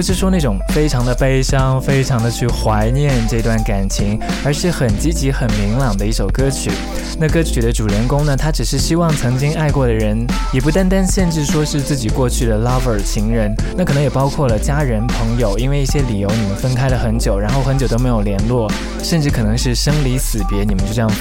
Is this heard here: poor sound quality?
no